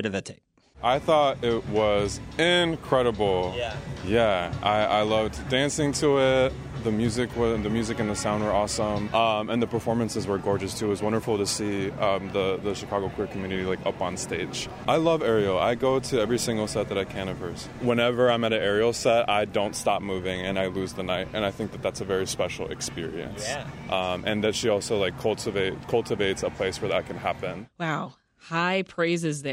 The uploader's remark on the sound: shares interviews with attendees and artists at Chicago’s iconic Pitchfork Music Festival